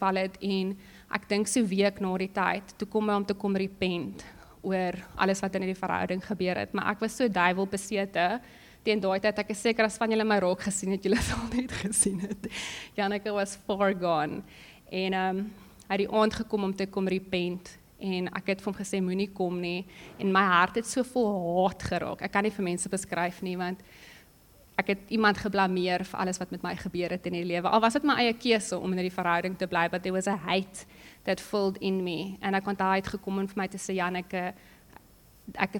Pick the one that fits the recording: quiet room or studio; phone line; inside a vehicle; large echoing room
large echoing room